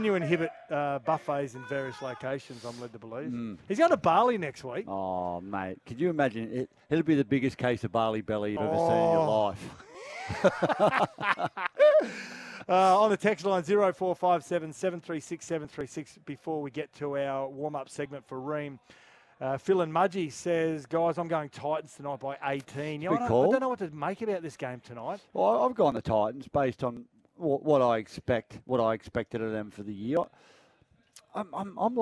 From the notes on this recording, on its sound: Live from Cbus Super Stadium ahead of the round 15 clash between the Titans and Tigers.